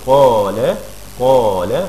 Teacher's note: عشان القاف هنا مفخمة رحنا مفخمين الإيه؟ الألف، طلعت الألف مفخمة